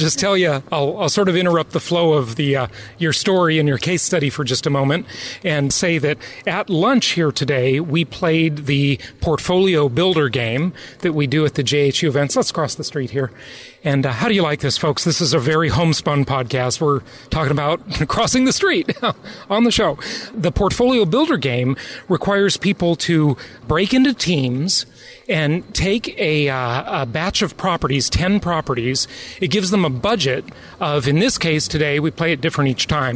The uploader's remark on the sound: In between activities during the Oklahoma City JHU Live event is a great time to record a podcast.